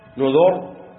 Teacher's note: التفخيم لأنها راء ساكنة وقعت بعد ضم، نذر. والترقيق لأن هناك ياء محذوفة فيشار إليها بالترقيق، ونذر أصلها ونذري.